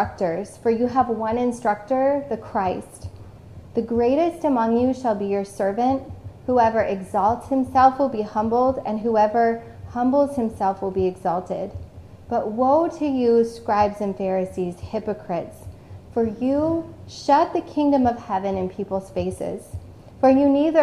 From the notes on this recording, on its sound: This message was originally preached on October 10, 2021, at CityChurch in Iowa City.